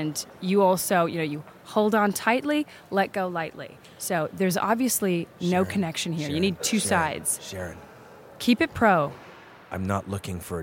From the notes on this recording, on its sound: Special on-location episode from the Innovation Now conference in Pittsburgh. Various conference attendees.